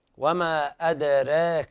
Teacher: التقليل في الألف التي بعد الراء، والراء رققت بسبب الإمالة، الإمالة الصغرى